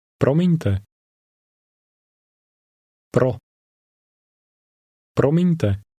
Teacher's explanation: Did you hear the rolling R? This sound is extremely common in Czech.